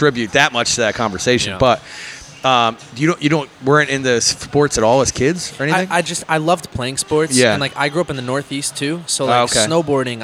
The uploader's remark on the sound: Live at Wicked Wolf Philadelphia